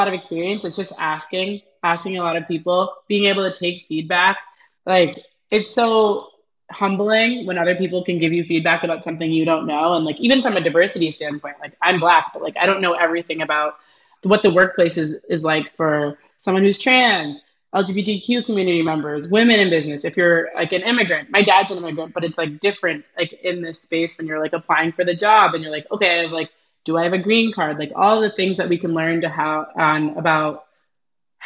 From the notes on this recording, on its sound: Recorded on Squadcast.